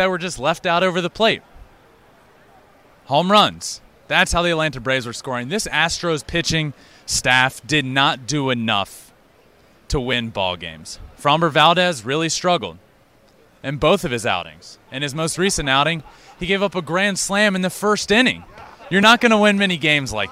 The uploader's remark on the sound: LIVE from Minute Maid Park after Game 6.